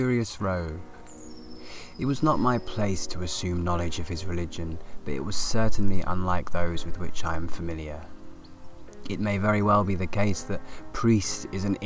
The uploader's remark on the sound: This episode recorded in a field with real live studio nature sounds!